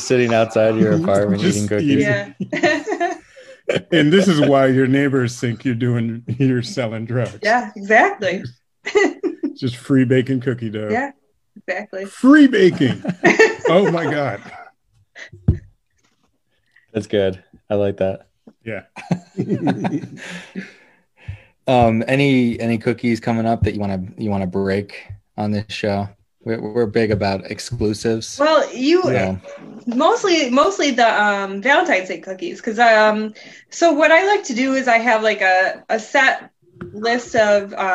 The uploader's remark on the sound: Recorded Live on Zoom.